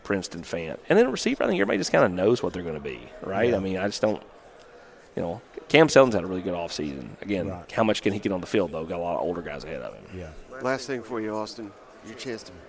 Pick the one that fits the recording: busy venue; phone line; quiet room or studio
busy venue